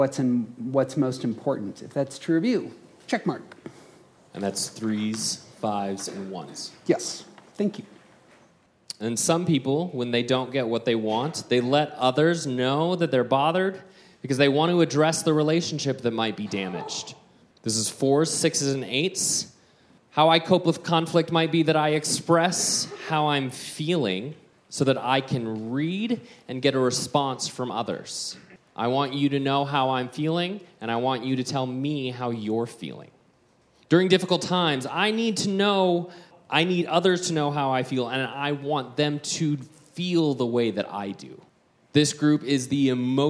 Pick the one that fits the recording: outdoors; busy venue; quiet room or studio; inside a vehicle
busy venue